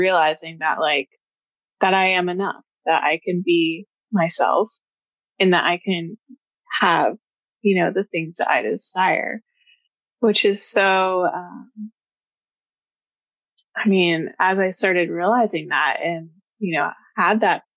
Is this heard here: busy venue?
no